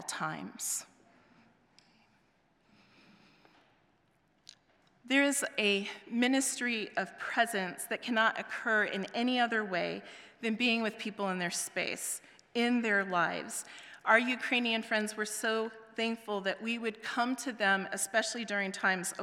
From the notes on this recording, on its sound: presented by Asbury Seminary Kentucky Chapel, recorded on Thursday, September 21, 2023 at Asbury Theological Seminary's Kentucky campus